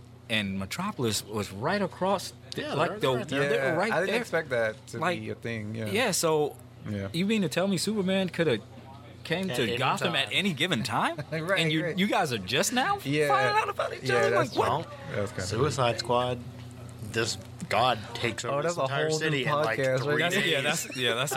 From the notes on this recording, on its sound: Hip Hop Marvels Mashup Live. A podmash at THE BEST comic and games store around - The Battlegrounds Games and Comics in Dalton, GA!